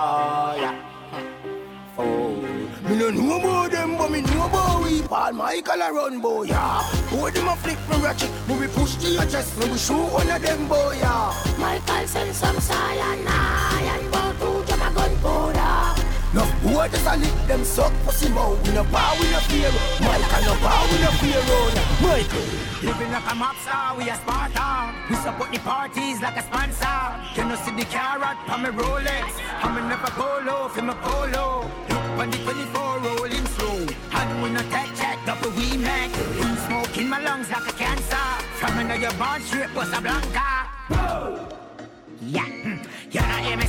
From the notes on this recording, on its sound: LIVE AUDIO from Signature Wednesdays at Boulevard in NY on Feb 7th